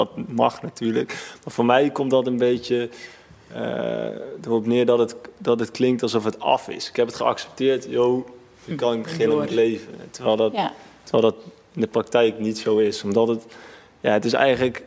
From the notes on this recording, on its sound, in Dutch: 1 Uur Over… is een live gespreksprogramma dat op 2 november 2021 werd opgenomen in de Serre van de Botanische Tuinen in Utrecht.